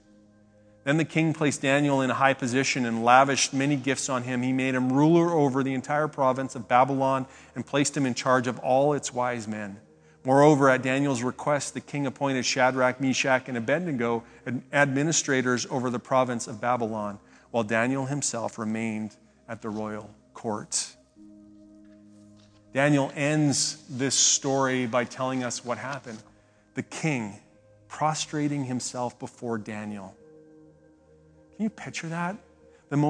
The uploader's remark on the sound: speaks at SouthRidge Fellowship, a Langley church